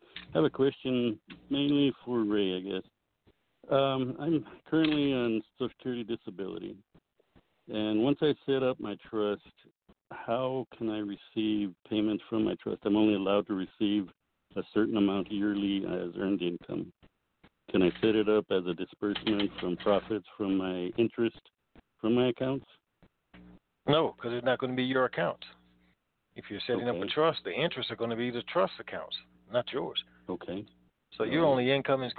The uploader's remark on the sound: TNTSuperfantastic Conference Call